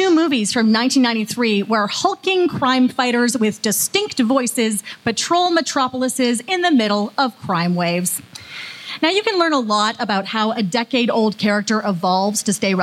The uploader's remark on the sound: live at Fan Expo Canada